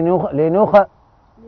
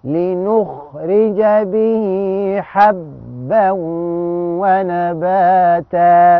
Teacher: الخاء ساكنه ومفخمه وتعمل لها حاجه اسمها همس، يعني تجري النفس معاها · Shown in: second take